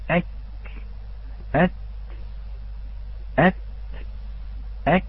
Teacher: الكاف والتاء لهما صوتان، صوت ذاته وهو آني، وصوت همسه وهو زماني. · Term: الشديد المهموس